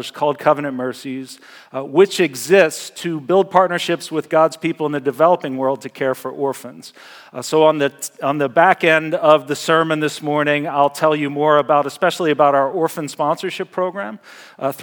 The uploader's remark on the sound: Message Preached at Valley Creek Church